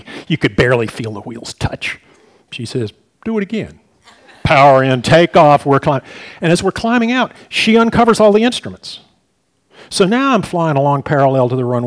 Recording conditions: live audience